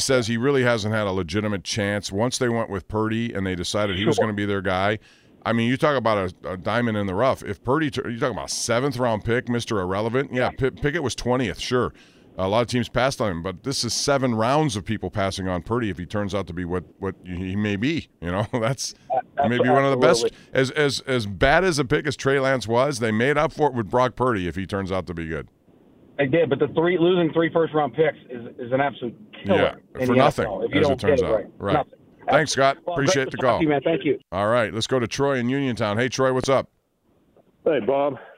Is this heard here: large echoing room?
no